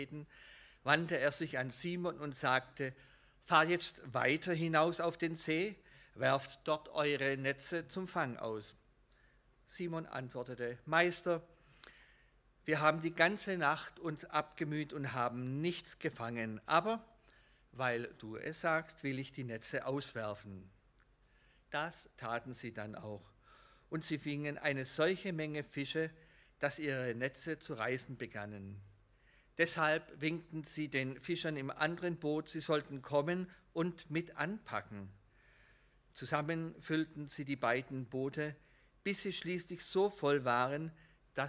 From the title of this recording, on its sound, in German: Gottesdienst